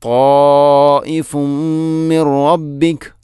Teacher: ഇനി തായിഫുൻ മിൻ റബ്ബിക, തായിഫുൻ അവിടെ ഫഅമിൽ ലമ്മു തൻവീനാണ്, ശേഷം മീമ്, ഇങ്ങനെ വരുമ്പോൾ ഇദ്ഗാം കാമിൽ, പൂർണ്ണമായിട്ടും തൻവീനിനെ മീമിലേക്ക് കൂട്ടി ലയിപ്പിക്കണം